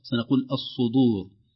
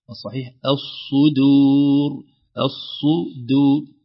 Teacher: وكذلك آخر تنبيه الصدور، لو لم ننتبه للدال بعد الصاد ستخرج الدال قريبة من الضاد، سنقول الصدور، الصحيح الصدور، الصدور، ينخفض اللسان مباشرة بعد حرف الضاد إلى مخرج الدال · Shown in: second take